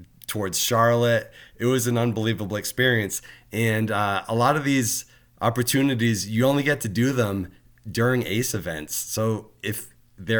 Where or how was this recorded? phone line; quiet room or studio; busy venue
quiet room or studio